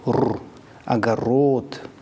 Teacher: Фонема «р» представлена своим огубленным аллофоном, у которого все такое же, как у основного аллофона «р», но еще губы вперед.